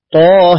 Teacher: يفتح الطاء ويميل الهاء · Term: إمالة الهاء